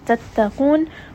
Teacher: qaf here is going to be heavy, and it is a 4-count mad arid